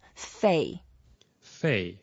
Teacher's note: 费 is the fourth tone, you go down